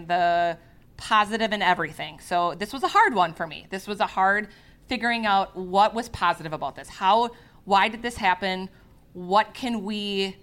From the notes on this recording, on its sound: Coming to you from Eau Claire, Wisconsin, as part of the AMR Retreat. In front of a live audience.